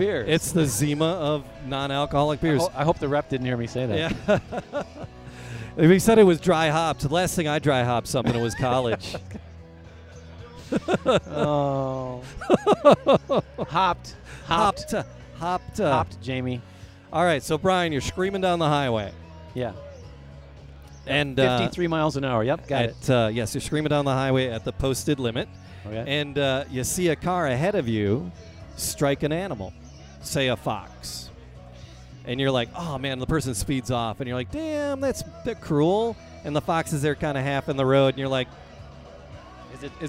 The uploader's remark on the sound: Animal Talk Live At A Porch Party. Live at M-Brew in Ferndale.